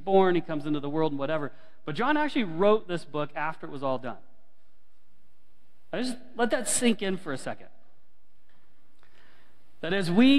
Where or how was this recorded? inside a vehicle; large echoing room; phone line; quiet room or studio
large echoing room